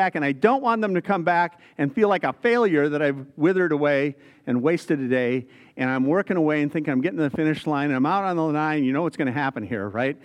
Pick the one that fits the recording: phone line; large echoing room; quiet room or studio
large echoing room